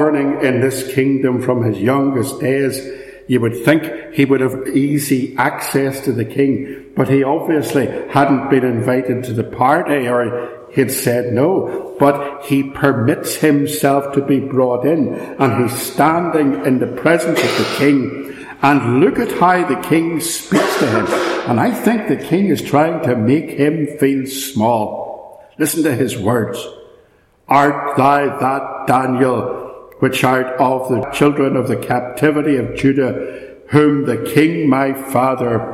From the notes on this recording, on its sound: This sermon was preached at Ballymacashon, so there is some echo